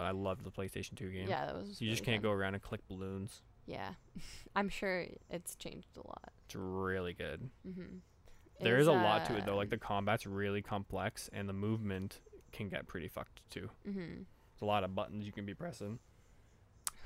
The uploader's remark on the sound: On this PRE RECORDED EPISODE of Just Press Stop... We are even recording outside today! It's a beautiful day in The Pit.